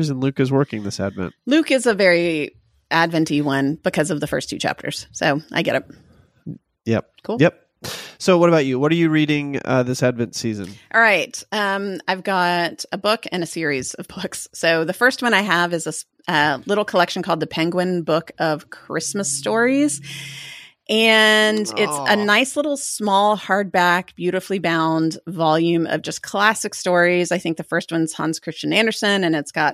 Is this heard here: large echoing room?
no